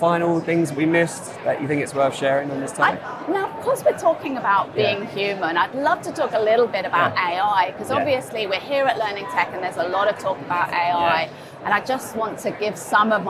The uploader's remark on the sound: In this conversation recorded at Learning Technologies 2023